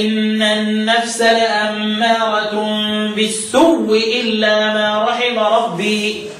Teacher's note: أدغم الواو المكسورة في الواو الساكنة اللي قبلها